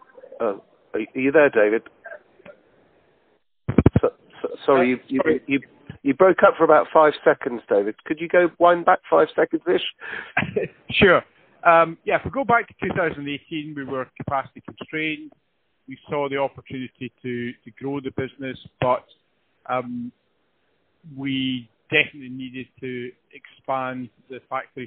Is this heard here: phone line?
yes